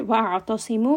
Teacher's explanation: We'll just do a little bit of analysis, starting with the word wa'atasimu in ayah 103. So here, ayn is going to have tawassut, that is light, sad is heavy. Wa'atasimu, so ta is going to be light, sad is heavy.